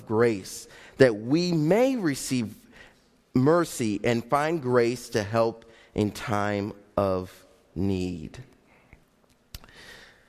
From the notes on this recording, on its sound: Faith Baptist Church in Hamilton, NJ.